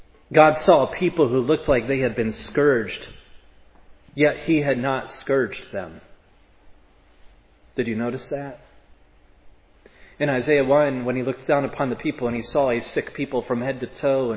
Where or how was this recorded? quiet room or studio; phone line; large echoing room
large echoing room